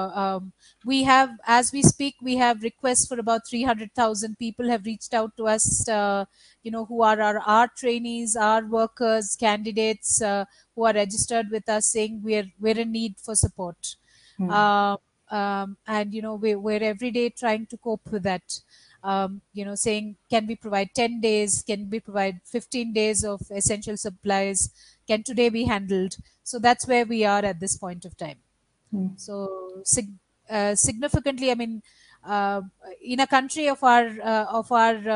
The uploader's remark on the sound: This virtual conversation is part of the TED Connects series